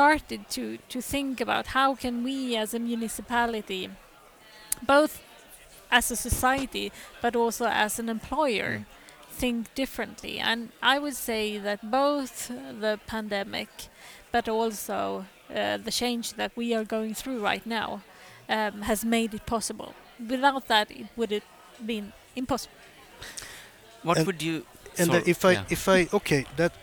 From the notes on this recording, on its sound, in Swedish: Du lyssnar till en livepodd från Ingenjörsdagen den 9 november i Göteborg.